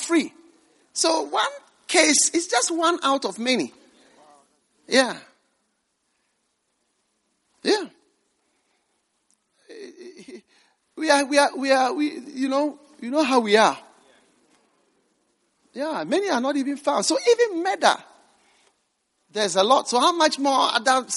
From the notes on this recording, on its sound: Preached at the First Love Gathering Service.